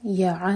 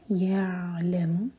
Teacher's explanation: عین ساکن پر جھٹکا نہ ہو · Shown in: second take